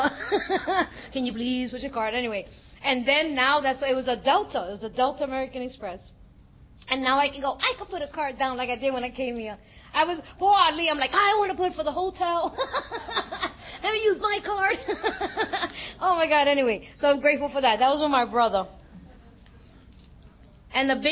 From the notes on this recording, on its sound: at the 2023 Fellowship of the Spirit Conference